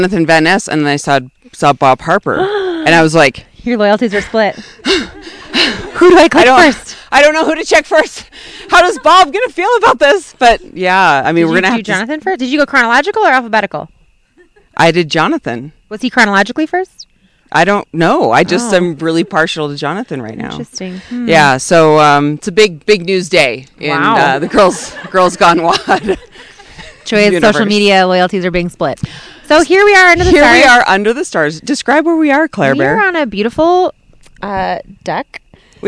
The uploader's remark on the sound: Ep.272: Live At Camp Timeout. Live from our most beautiful podcast location yet – under the stars at Camp Timeout!